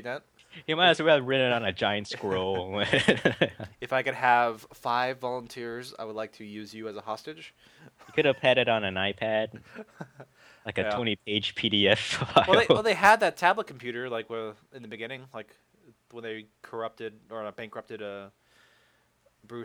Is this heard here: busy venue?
no